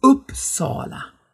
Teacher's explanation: dieses A, der reißt das Ganze wieder so ein bisschen runter, denn das ist dann ein dunkles, geschlossenes O und deshalb ist es Uppsala. · Also eigentlich zwei Betonungen in diesem Ortsnamen. Okay, dann haben wir das A noch eben, das eben auch nicht immer als A ausgesprochen wird, vor allem dann, wenn es eben lange ist, dann wird es viel dunkler gesprochen als im Deutschen.